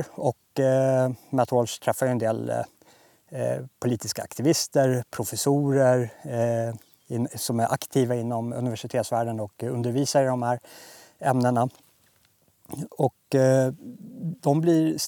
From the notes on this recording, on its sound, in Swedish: Befinner mig just nu i Krugerparken och arbetar med att skydda djurbeståndet från tjuvskyttar, och framförallt då noshörningarna. Bara 15 minuter efter att jag avslutade den här inspelningen såg det tomma fältet jag satt på ut såhär.